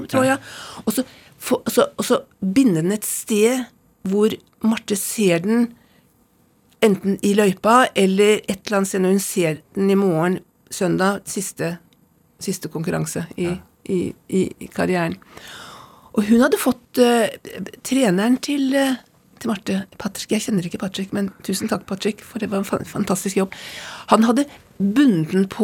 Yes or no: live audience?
no